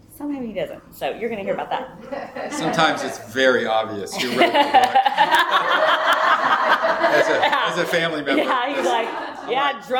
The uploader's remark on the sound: Big Book Workshop. This workshop was recorded live.